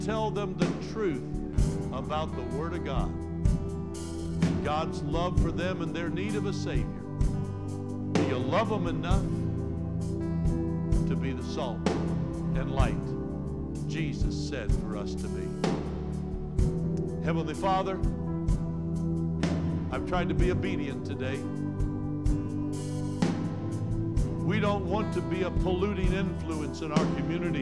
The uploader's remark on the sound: Trinity Church Live.